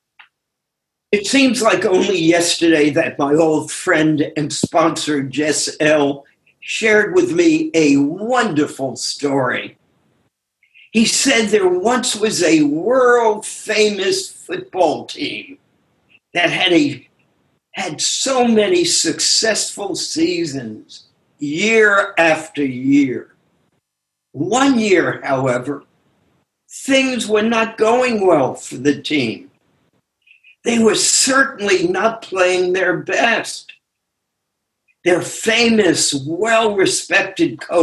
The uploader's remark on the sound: took us on a zoom journey